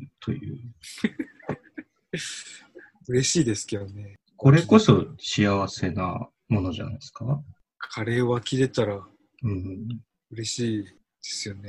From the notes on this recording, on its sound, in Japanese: 収録地：それぞれの家や職場（zoom収録）。